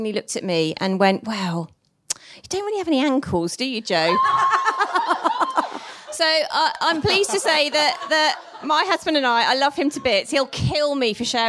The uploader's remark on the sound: Recorded live in front of an audience of Wobble fans.